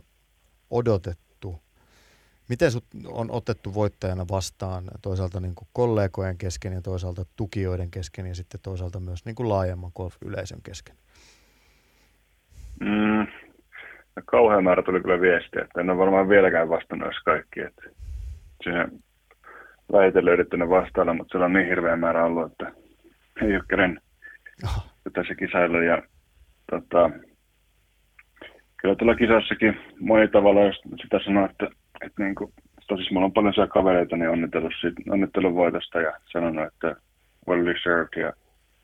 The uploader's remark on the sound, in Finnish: Puhelinhaastattelussa